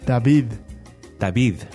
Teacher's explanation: There was a little bit of breath that went through that D.